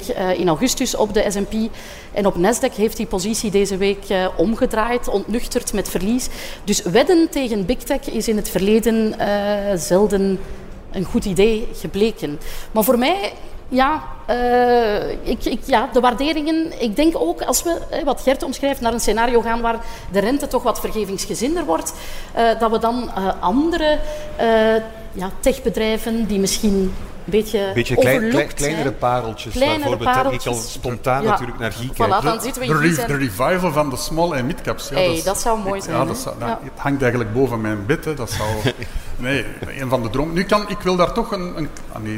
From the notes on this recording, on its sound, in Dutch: De Beursvoyeurs waren live te bewonderen op Finance Avenue.